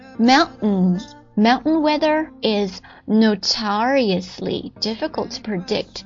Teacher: Mountain weather is notoriously difficult to predict.刚刚大家听到我读这个 mountain 的时候啊，其实它有一个鼻音啊， mountain 用鼻子直接把它吞掉了